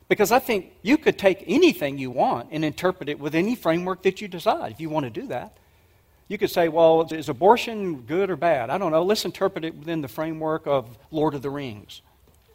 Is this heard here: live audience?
yes